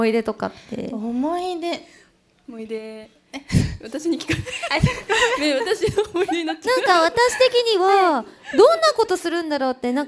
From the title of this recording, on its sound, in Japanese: 公開収録